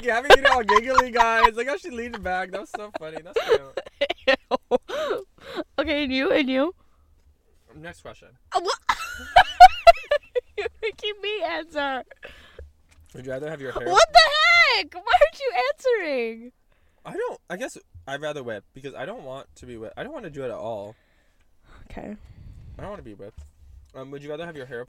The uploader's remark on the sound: Car Cam. We get McDonalds in the car. People walking around us.